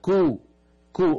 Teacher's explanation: كل فيها لامان، كلمة قد علم كل أناس مشربهم، كل فيها لامان، لام ساكنة ولام مضمومة، وقبل اللام الأولى اللام من المشدد يعني الكاف، كاف مضمومة، فنضم الشفتين من أجل الكاف. قد علم كو كو انظروا كو، ثم بعد أن نقول كو كل لابد أن نقول كل ونعيد الشفتين إلى وضعهما الطبيعي.